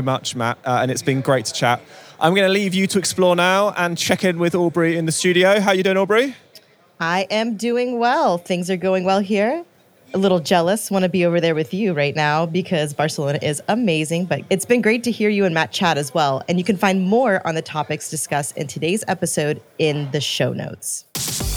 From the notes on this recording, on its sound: We’re coming to you very nearly live from the floor of Hewlett Packard Enterprise's Discover event in Barcelona.